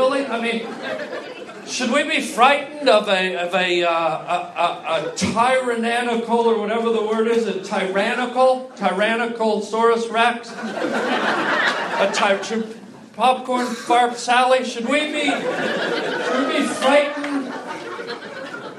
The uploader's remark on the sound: LIVE stand up comedy.